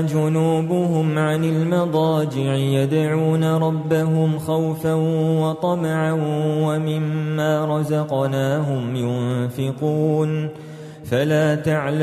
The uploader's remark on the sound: recorded at Green Lane Masjid, Birmingham, UK